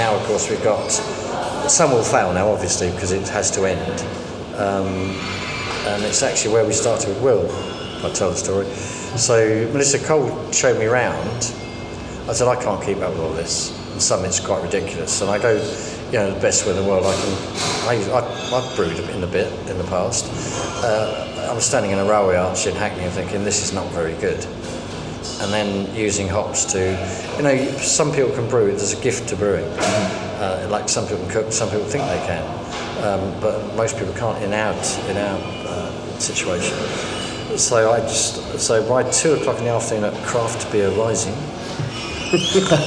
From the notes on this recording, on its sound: This episode was recorded in a working restaurant ahead of a busy service, so please bare with the background noise.